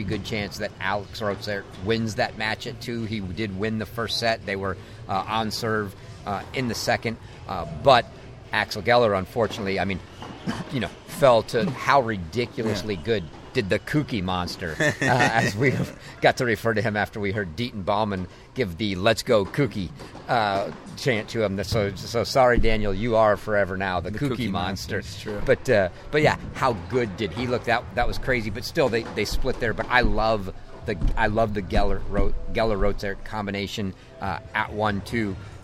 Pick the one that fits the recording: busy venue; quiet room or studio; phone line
busy venue